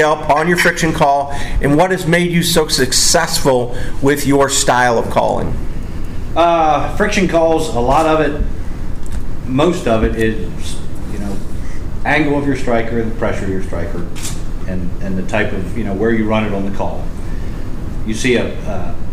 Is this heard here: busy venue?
yes